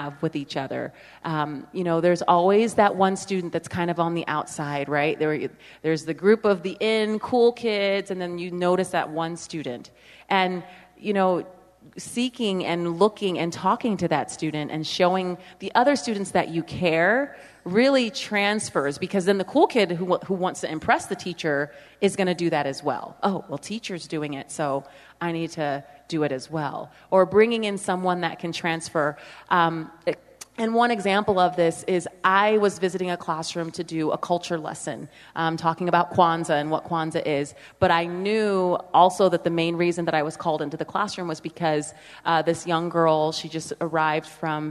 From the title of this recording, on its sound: We're live from the Utah Charter Network Symposium